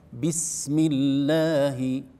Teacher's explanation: تظهر الباء أو تظهر خفيفة غير محققة وغير متقنة، نقول لا، الباء حرف له حق أن يظهر، فيظهر هكذا بانطباق الشفتين وحركة الكسرة بسم الله، وكسرة محققة ليست بسمي، هناك فرق، بسم الله غير